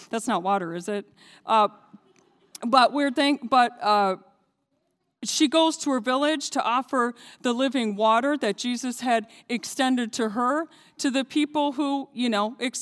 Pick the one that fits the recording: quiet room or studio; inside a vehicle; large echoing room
large echoing room